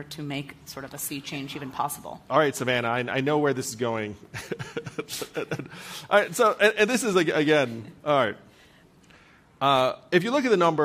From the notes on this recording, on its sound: In this wide-ranging conversation recorded live at the 2023 Aspen Ideas Festival.